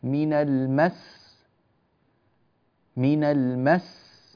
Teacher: هذه السين سين مشددة، فينبغي أن تعطى نبرا وضغطة عند الوقف عليها، أما في حالة الوصل فالتشديد ظاهر.